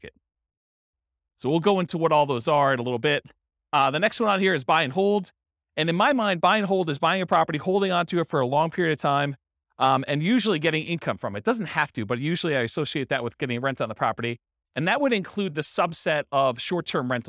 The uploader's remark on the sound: Real estate entrepreneurs in Grand Rapids, Michigan. This was a live class recorded.